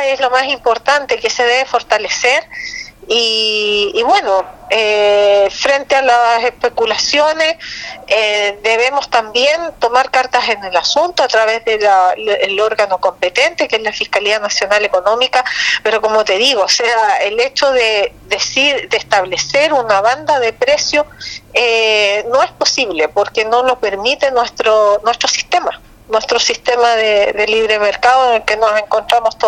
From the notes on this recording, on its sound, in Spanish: EN CONVERSACION TELEFONICA